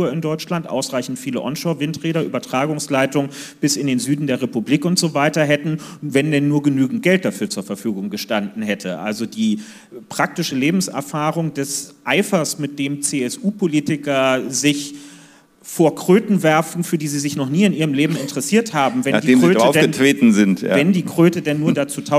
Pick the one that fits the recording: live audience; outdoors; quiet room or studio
live audience